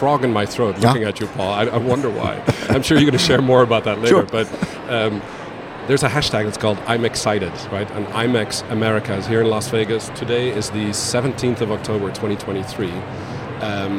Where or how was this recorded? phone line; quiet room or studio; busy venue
busy venue